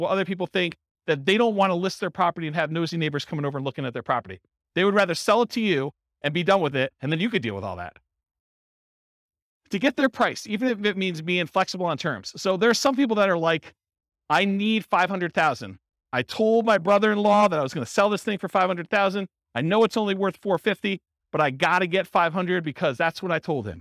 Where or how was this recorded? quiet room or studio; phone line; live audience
live audience